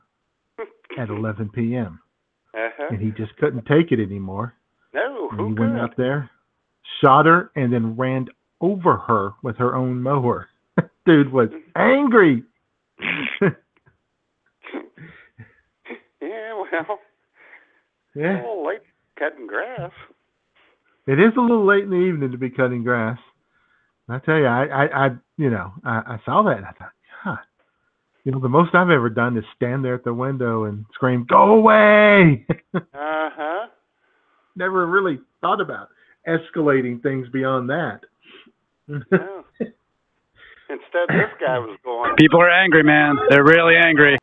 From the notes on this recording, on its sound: your phone calls